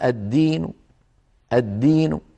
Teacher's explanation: فالحرف اللي لما وقف عليه خفض صوته فرام الحركة ولكنه اكتفى ببعضها · Term: الروم